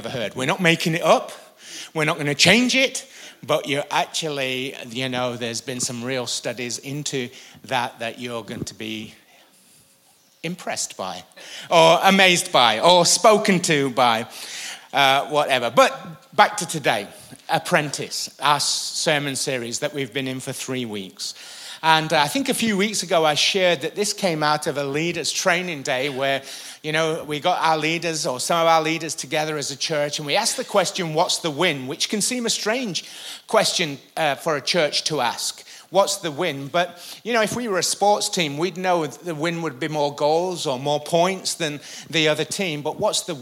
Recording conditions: large echoing room